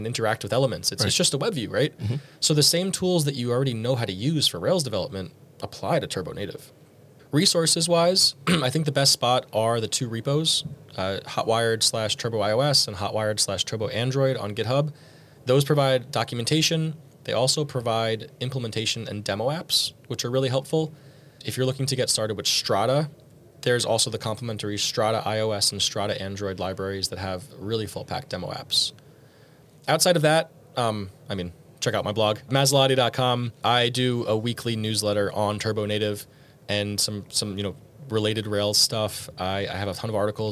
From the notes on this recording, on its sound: This special episode was recorded live at Rails World, the ambient crowd noise gives that fact out.